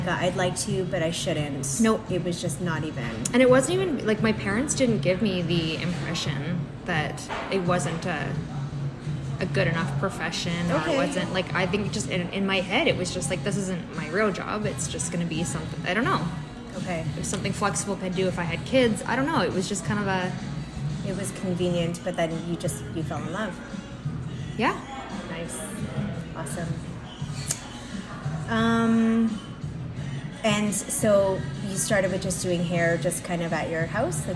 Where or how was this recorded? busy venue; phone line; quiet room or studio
busy venue